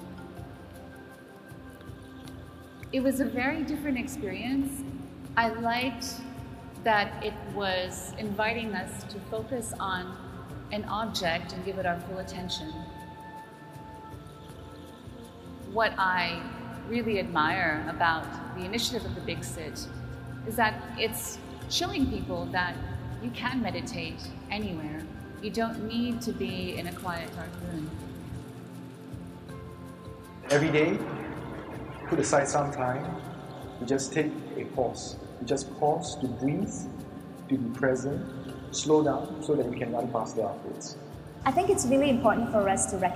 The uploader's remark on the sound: a keynote speech from the World Urban Park Congress 2022